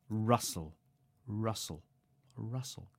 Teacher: the T is silent, so it's rustle